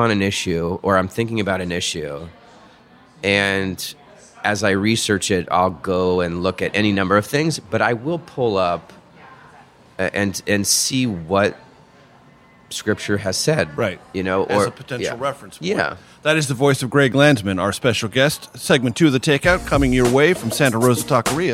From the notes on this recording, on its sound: recorded at one of our Capitol Hill favorites, Santa Rosa Taqueria